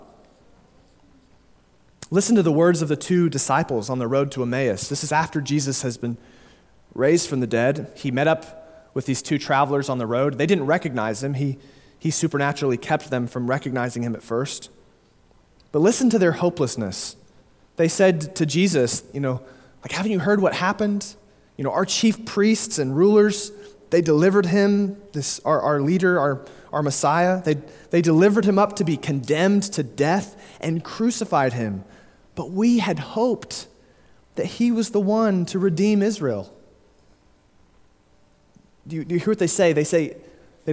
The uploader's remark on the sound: Sermon delivered at Immanuel Baptist Church in Springdale, AR on October 9, 2022